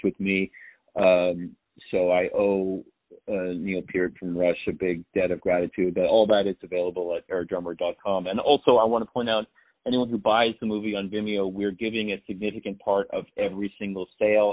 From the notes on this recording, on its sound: On the phone